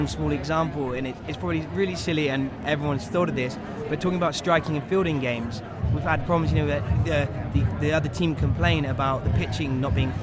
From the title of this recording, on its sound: Live from SHAPE Nashville Day 2!